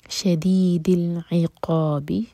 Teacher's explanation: عین حلق سے اور قاف ہیوی